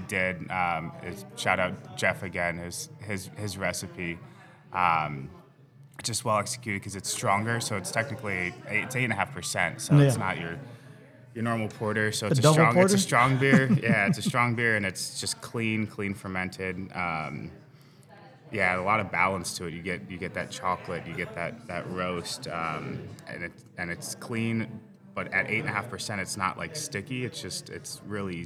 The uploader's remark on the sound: Recorded at Tap That Downtown in Phoenix, AZ on February 4, 2024.